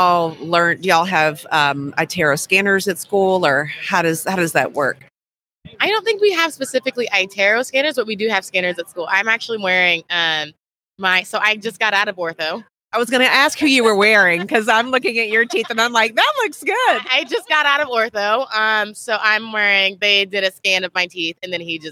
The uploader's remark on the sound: LIVE from Smilecon